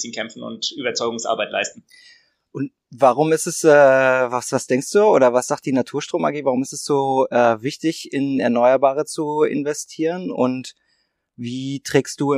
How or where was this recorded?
video call